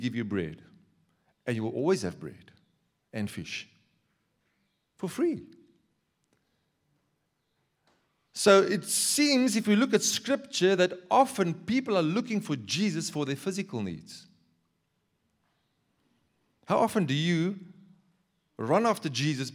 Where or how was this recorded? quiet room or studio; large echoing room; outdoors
large echoing room